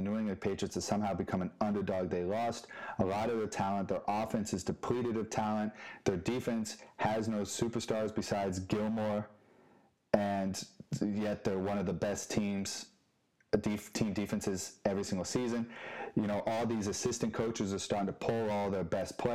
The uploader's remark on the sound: if you can bare the audio quality